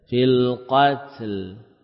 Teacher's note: Ada hamas, ada sedikit suara seperti qalqala untuk nyambung ke lam